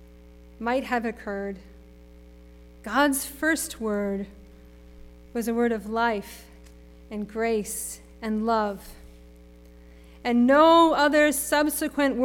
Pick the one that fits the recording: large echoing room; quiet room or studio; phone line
large echoing room